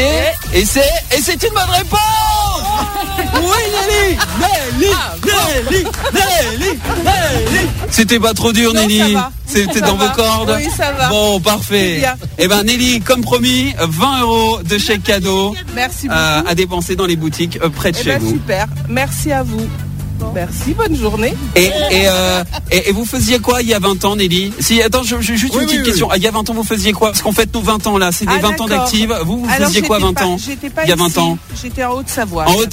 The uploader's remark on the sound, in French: en direct des rues montbrisonnaises